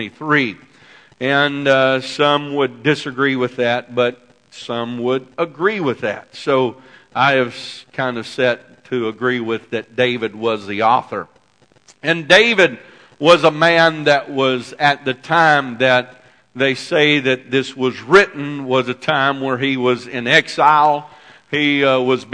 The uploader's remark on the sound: This message is broadcast live from First Pentecostal Church in Silsbee Texas.